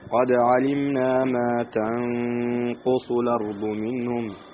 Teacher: نون ساكنة بعدها القاف حكم الإخفاء